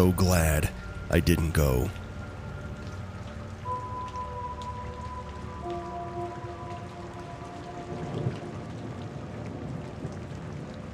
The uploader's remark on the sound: Rain sounds in the background will help set the eerie mood as we dive into these true horror stories.